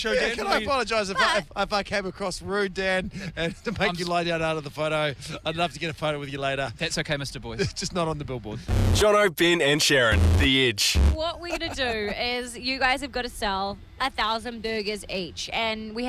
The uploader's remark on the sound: we're live from a billboard